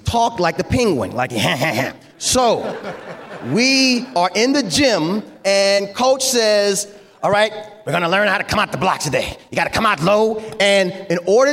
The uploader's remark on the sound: On this very special episode, you'll get to hear the keynote speaker from the FCA Bowl Breakfast.